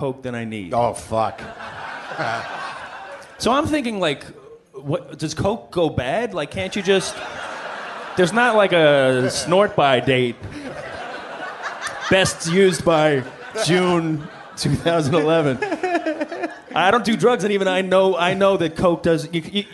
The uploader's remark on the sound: Live from Brooklyn, NY